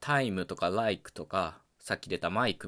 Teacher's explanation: つ狭母音になって、イーになってると。問題は、もともとイーっていう発音だったものは、もうそれ以上高くなれないんですね。なぜなら「い」っていうのが最も狭い母音なので、そうなるとどうしたかというと二重母音になったんですね。だから「タイム」とか「ライク」とか、さっき出た「マイク」みたいなものは「い」っていう発音が二重母音の「アイ」に変わっています